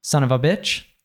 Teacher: we have a couple of schwas there in the of · Term: connected speech